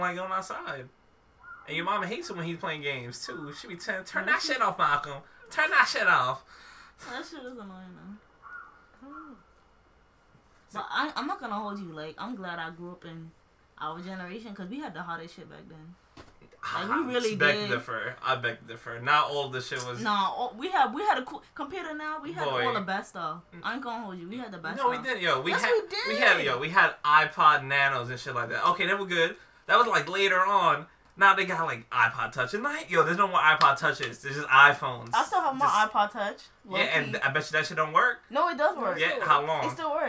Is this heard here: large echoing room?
no